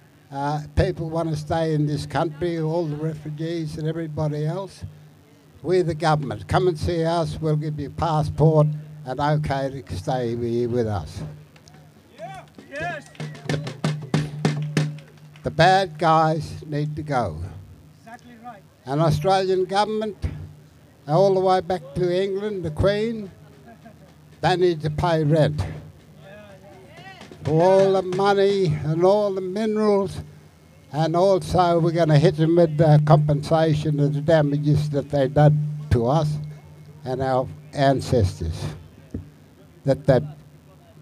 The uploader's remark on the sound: speaking outside the Deep Yellow AGM in Perth